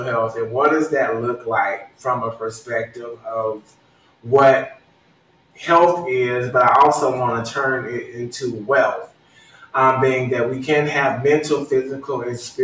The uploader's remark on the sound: Unedited and technical difficulties.